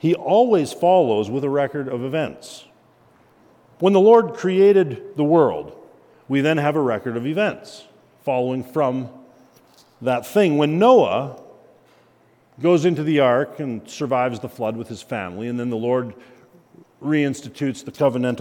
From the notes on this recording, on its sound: At Christ Covenant Church we are doing a monthly lecture